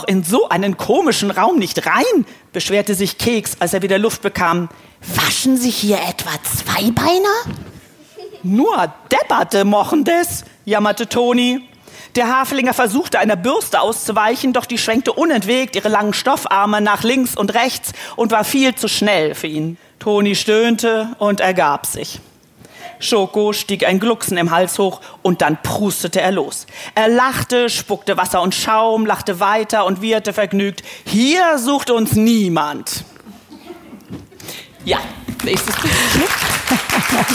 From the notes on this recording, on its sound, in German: LIVE* von der Frankfurter Buchmesse. Noch einmal live von der Frankfurter Buchmesse. Freut Euch auf die Fragen vieler kleiner Messebesucher.